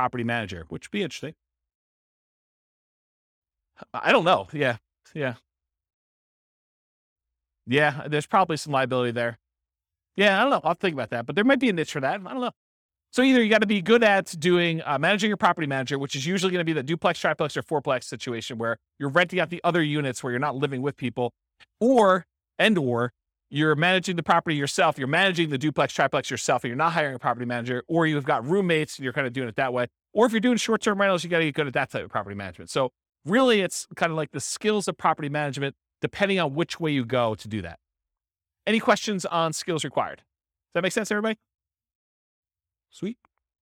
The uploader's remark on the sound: This was a live class recorded